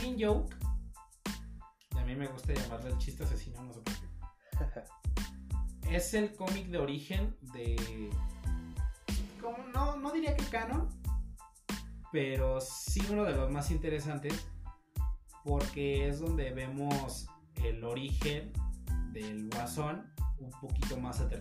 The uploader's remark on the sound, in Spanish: Aun estamos probando audios y perfeccionando micrófonos, perdón por la calidad :(